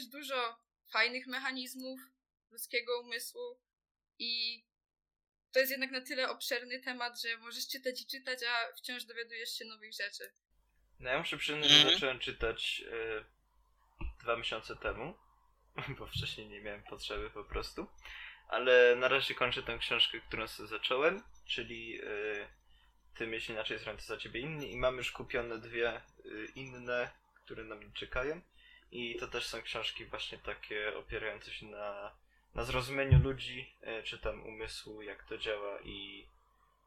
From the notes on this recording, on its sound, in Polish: Przepraszamy za problemy dźwiękowe